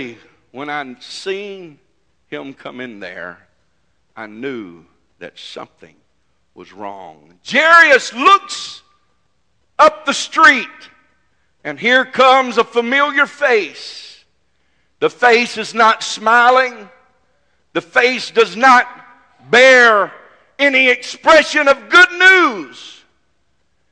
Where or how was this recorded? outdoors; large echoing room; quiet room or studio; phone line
large echoing room